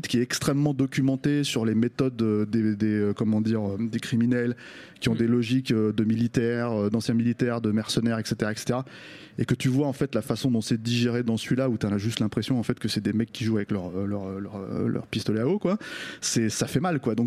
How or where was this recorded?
busy venue